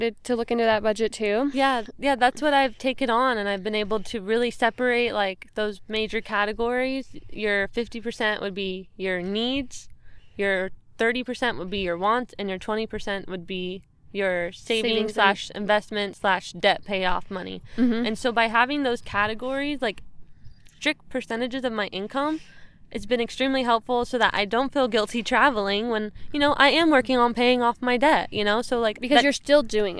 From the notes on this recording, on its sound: a camping trip with my sister in Joshua Tree, CA where we record a podcast